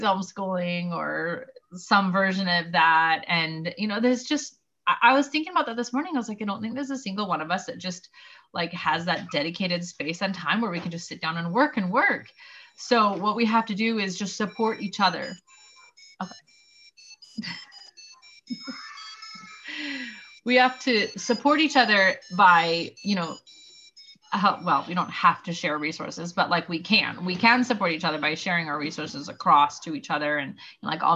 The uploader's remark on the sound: First Zoom of 2021!